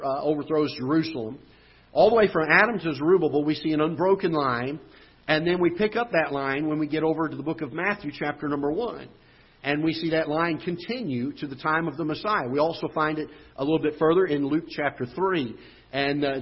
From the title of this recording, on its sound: Ketha Heights Baptist Church ~ Live Broadcast